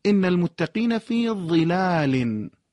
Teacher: این ضایی که مانند طاء نوشته میشه و هم مخرج هست با ذال و ثاء باید خونده میشه